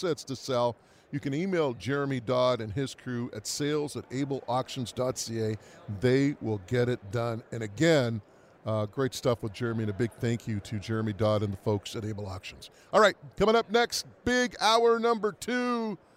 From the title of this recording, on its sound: from Super Bowl 57 in Phoenix